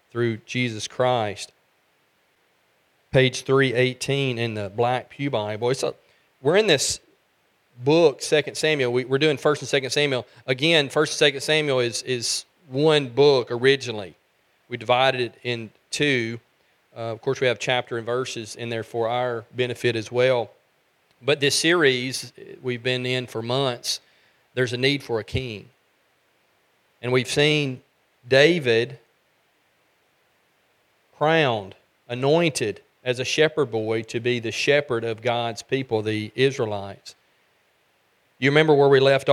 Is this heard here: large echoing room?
yes